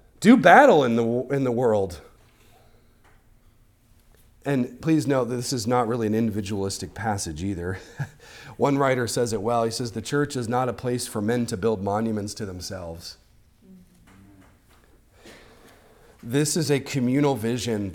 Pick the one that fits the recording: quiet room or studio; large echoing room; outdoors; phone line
large echoing room